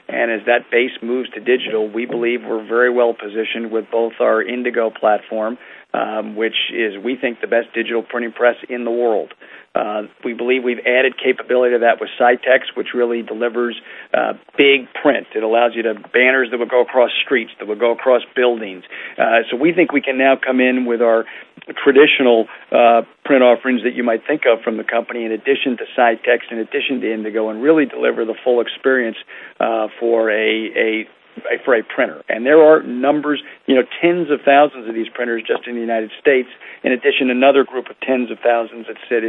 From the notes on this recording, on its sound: Listen to an audio podcast of the earnings conference call.